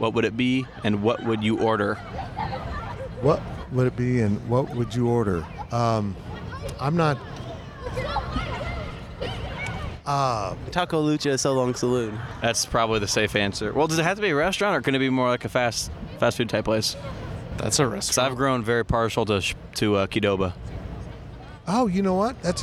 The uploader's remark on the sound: Recorded last week from Big 12 Media Days inside AT&T Stadium in Arlington, Texas, this week's overtime includes many great questions and some live play-by-play of Big 12 mascots having way too much fun.